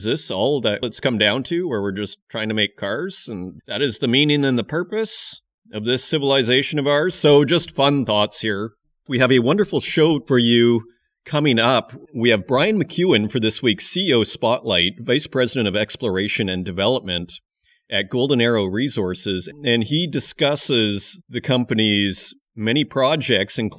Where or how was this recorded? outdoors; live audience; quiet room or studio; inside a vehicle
quiet room or studio